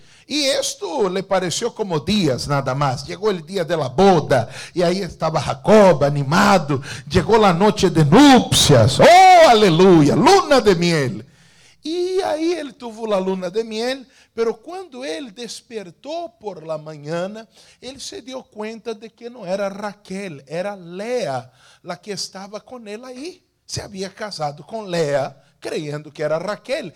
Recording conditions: large echoing room